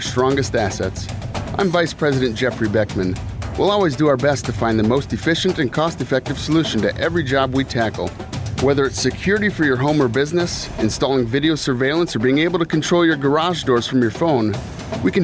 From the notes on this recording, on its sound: live from the inaugural ESPN Madison Open